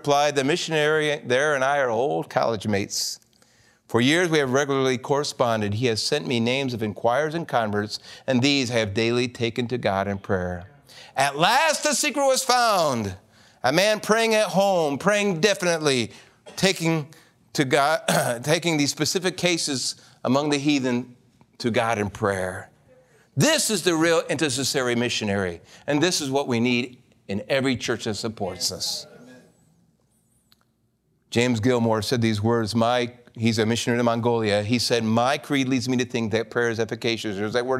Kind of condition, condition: setting, large echoing room